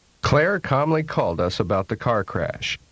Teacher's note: there is a noticeable burst of air on the K sound in releasing position.